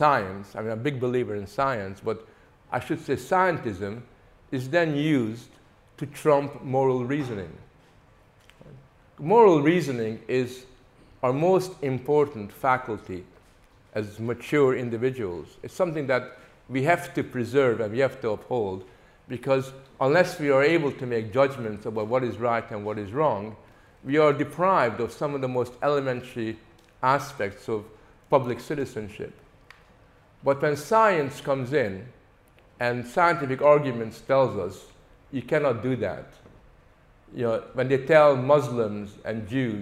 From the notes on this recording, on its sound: Features the lecture ‘Freedom of conscience: 21st century challenges’ recorded at Living Freedom Summer School 2023.